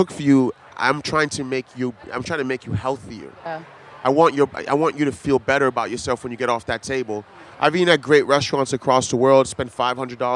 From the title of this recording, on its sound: at Charleston Wine + Food 2020